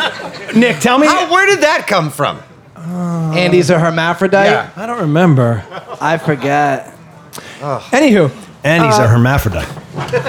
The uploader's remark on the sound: Recorded live on 4/20 at Sanctuary Medicinals in Gardner